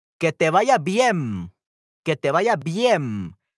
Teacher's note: This phenomenon is typical of the Yucatan area. The letter N, especially when it's at the end of the word, is pronounced like an M. · Term: The N becomes M